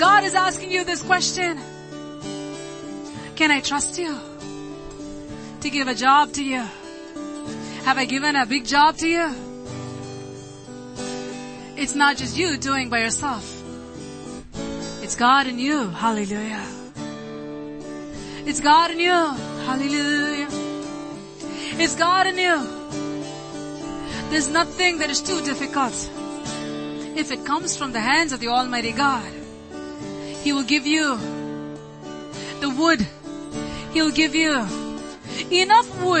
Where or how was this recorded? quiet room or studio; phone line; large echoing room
large echoing room